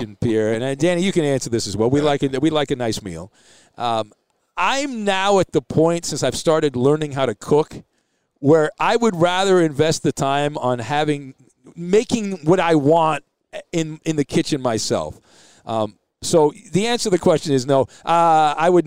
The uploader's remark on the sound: Live from Super Bowl Row